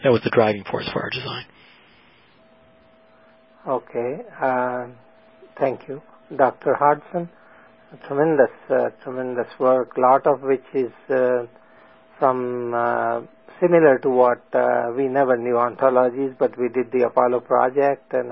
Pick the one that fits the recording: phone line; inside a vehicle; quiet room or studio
phone line